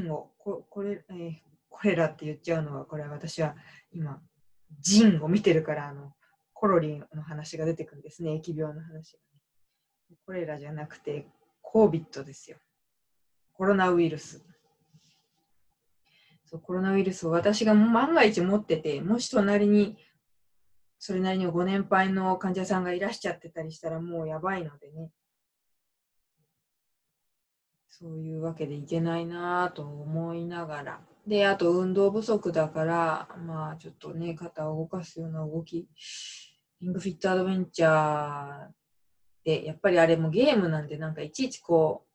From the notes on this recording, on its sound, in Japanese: 愛用マイク「iRig Mic Cast HD」をPCにつなげると声が低くなってしまう問題が発生していたのですが。PCにつなげるようになったので、YouTubeライブにチャレンジしました。今回は会議サービス「ZOOM」と連携する実験です。